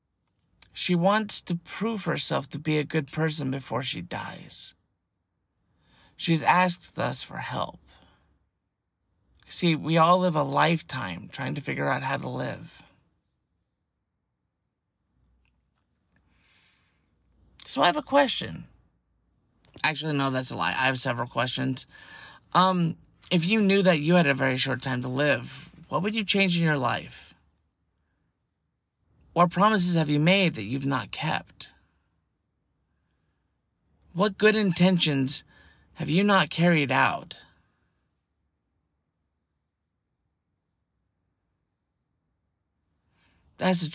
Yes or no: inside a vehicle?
yes